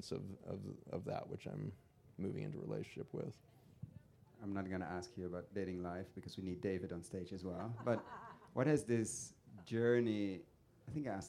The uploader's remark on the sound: Conversation recorded live at Groundswell 2023.